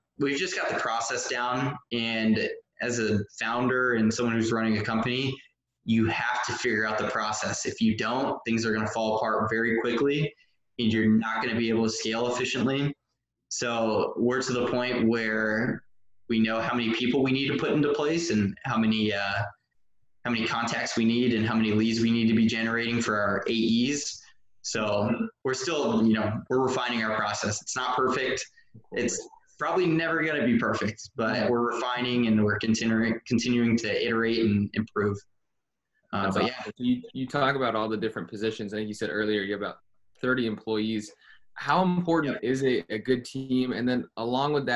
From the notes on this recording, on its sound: we zoomed